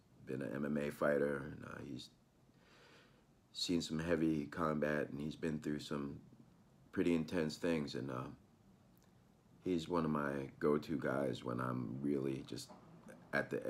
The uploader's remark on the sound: Was filmed entirely on an iPhoneX, and produced on a MacBookAir.